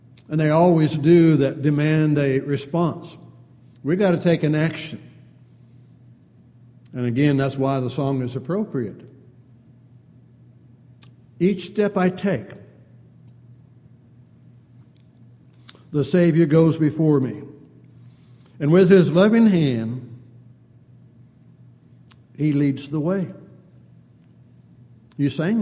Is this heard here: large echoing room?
yes